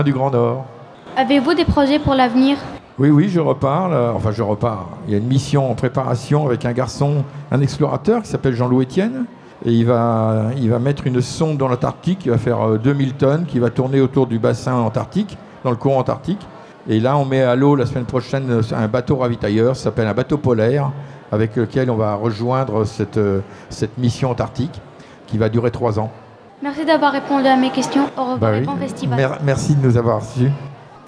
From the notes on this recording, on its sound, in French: Les élèves de l’option « journalisme » du collège Anne Frank de Saint-Dizier ont réalisé une émission de webradio diffusée en direct et en public depuis le festival de la photographie animalière et de nature de Montier-en-Der à l’occasion de son 25ème anniversaire.